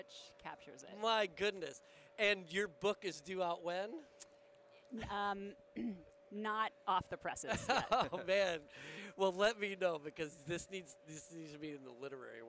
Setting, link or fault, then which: setting, busy venue